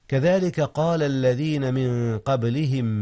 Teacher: قلقلة الباء إذ هي ساكنة